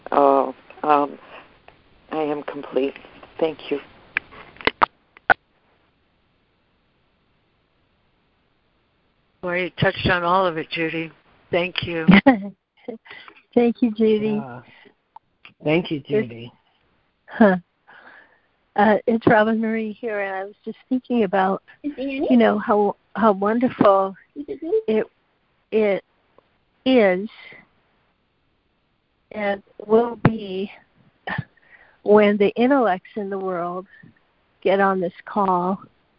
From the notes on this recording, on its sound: ACIM Daily Conference Call.